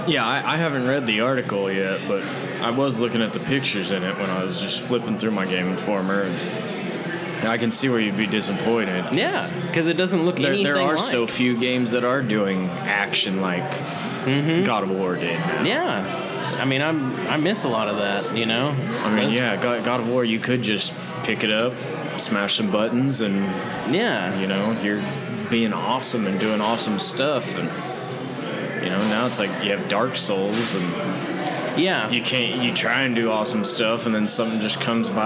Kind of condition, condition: setting, busy venue